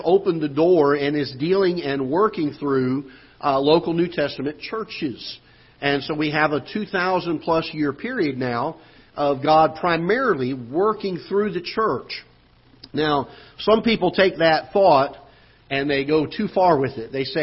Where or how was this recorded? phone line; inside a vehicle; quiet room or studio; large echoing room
large echoing room